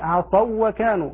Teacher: أما إذا سكنت الواو بعد فتح فإنها تضغم في الواو بعدها، أقول عصوا وكانوا، هكذا عصوا وكانوا من غير غنة، تضغم الواو في الواو من غير غنة